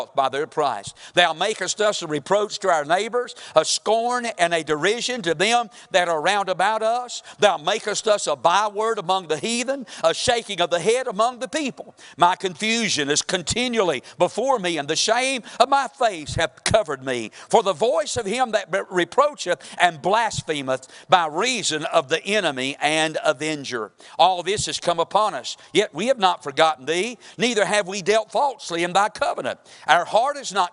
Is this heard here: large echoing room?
yes